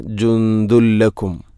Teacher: ജുന്ദുൻ, അതുപോലെ ദാലിൽ തൻവീനാണ്, ശേഷം ലാം, ഇദ്ഗാം ബിലാഗുന്ന, തൻവീനിനെ ലാമിലേക്ക് കൂട്ടിലയിപ്പിക്കണം. അപ്പോൾ നൂനിൻ്റെ ശബ്ദം കേൾക്കൂല, ജുന്ദുൻ എന്ന ശബ്ദമില്ല.